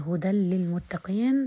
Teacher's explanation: الألف الممالة أو المقللة التي تقع قبل ساكن طبعا لالتقاء الساكنين حتسقط